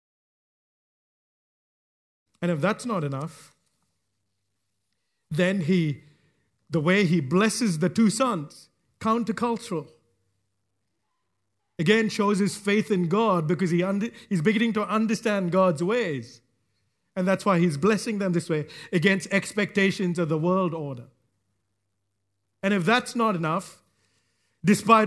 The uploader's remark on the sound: recorded live at Grace Community Bible Church